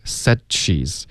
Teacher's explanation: 停顿是靠舌头的动作而不是气流就停了